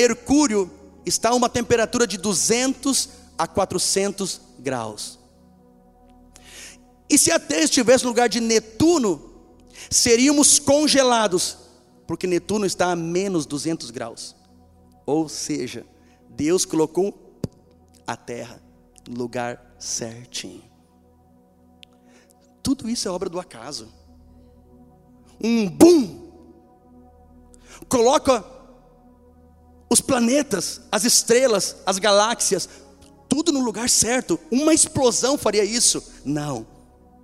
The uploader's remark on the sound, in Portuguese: Esta mensagem foi gravada ao vivo no dia 25 de Outubro de 2014 num sábado a noite.